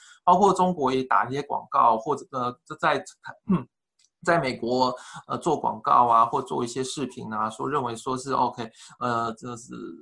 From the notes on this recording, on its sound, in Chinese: 本次播客又是由区块链媒体平台Matters组织策划的在线圆桌。将在线圆桌做简单后期处理。